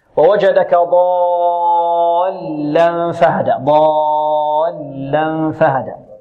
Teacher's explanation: إذن هنا وهنا نبر، نبر أي ضغطة، وتكون في الحرف المشدد الذي بعد حرف المد، ضالا، ولا نبالغ في هذه الضغطة، لا نبالغ فيها النبر هذه، هكذا.